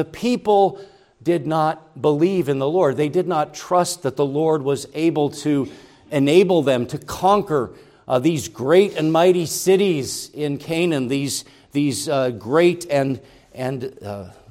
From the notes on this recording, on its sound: Preached at Grace Orthodox Presbyterian Church in Sewickley, PA, during the evening Worship Service on Sunday, April 23, 2023.